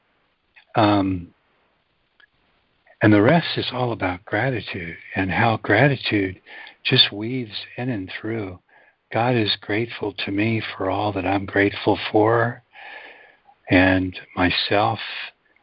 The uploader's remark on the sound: ACIM Daily Conference Call.